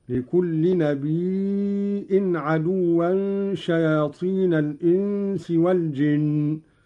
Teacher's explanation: قرأ قالون بهمز الياء من النبأ وهو الخبر